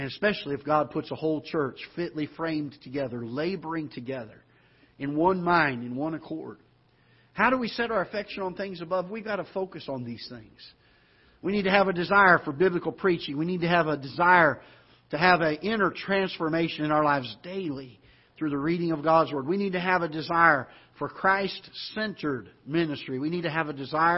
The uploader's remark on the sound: Ketha Heights Baptist Church ~ Live Broadcast